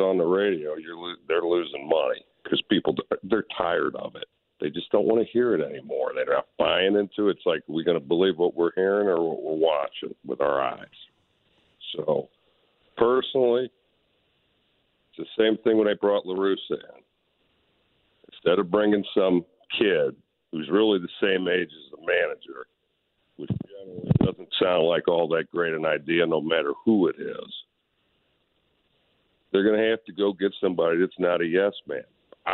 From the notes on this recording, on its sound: Opens up the phone lines to discuss all things Cardinals, providing fans with a platform to air their grievances.